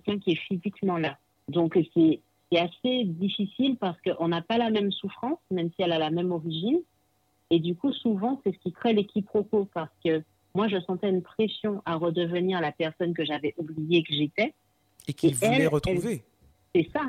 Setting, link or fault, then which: link, phone line